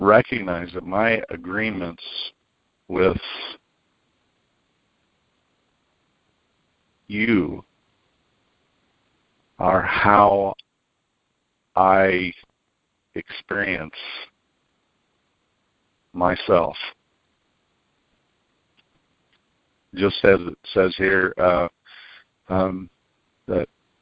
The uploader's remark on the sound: ACIM Daily TEXT Conference Call